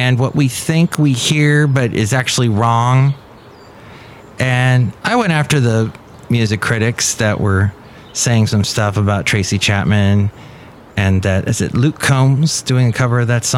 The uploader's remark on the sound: podcasts live from Cafe Anyway